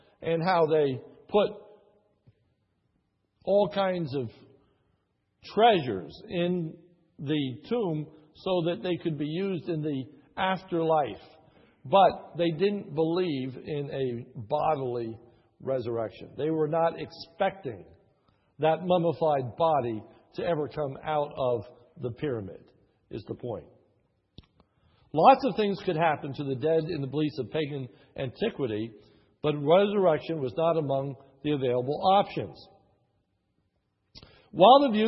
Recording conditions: large echoing room